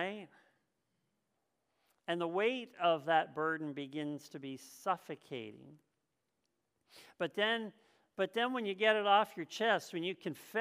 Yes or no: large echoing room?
yes